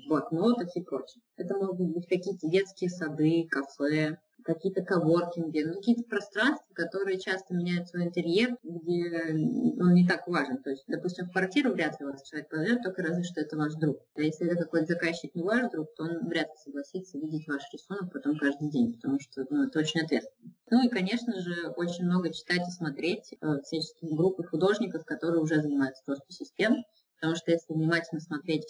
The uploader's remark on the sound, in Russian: Качество записи немного отличается от обычного.